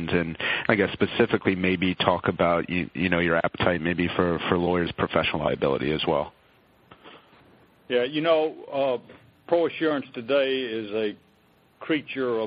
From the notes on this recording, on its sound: ProAssurance Earnings Conference Call, First Quarter 2013.